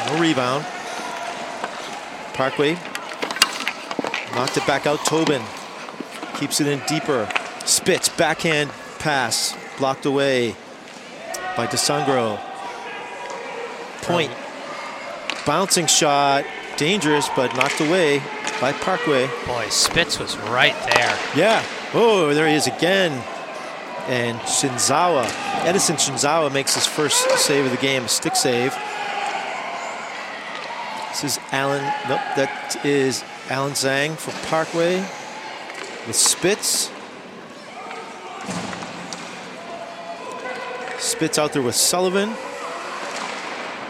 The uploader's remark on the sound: Coverage of the 2023 Mayor's Cup Youth Hockey Tournament at Boston College.